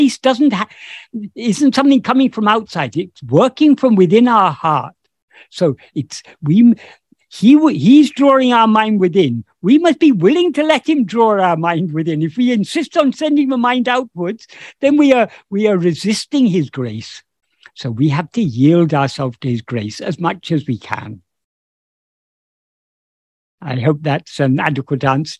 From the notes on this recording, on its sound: In a Zoom meeting of the ‘Ramana Maharshi Foundation UK’.